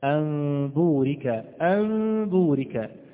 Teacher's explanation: أنا لا أضم الشفتين ضما كاملا، ولكن هناك انفراجة خفيفة، انفراجة خفيفة بين الشفتين · Term: الإخفاء